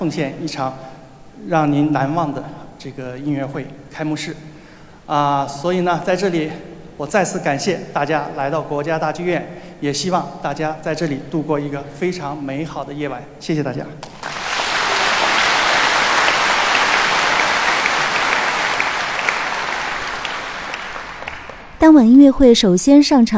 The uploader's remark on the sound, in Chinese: 国家大剧院五月音乐节盛大开幕。让现场观众获得了酣畅淋漓的视听体验。回顾5月9日的这场“弓弦盛宴——小提琴名家荟萃”音乐会的实况。